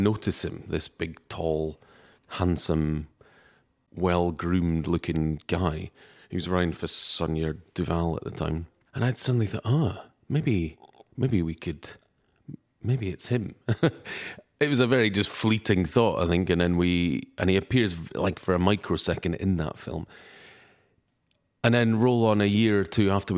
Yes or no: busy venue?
no